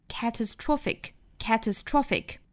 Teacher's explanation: 主重读呢是在 tro 次重读是在 ca